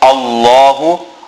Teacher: Allah Ta'ala's name is full mouth because it is preceded by a fatha or what we call a zabar.